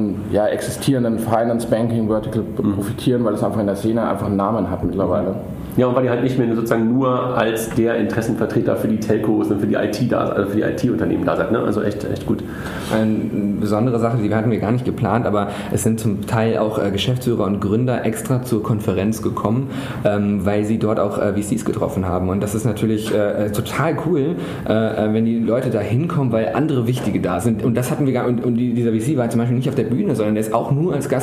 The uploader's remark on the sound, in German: Digital Finance Conference der Bitkom. Panels vom #dgfin19.